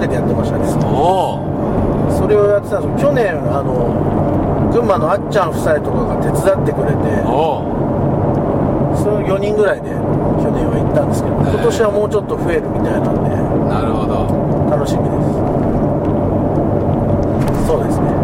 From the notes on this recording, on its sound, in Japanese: ドライビング対談収録をいたしました。